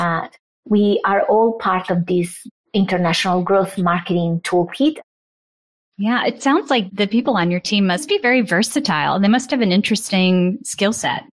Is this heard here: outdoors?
no